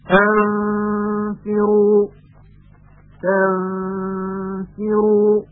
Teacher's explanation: مقدار غنه به مراتب زیادتر از حالت اظهار هست · Term: اخفا نون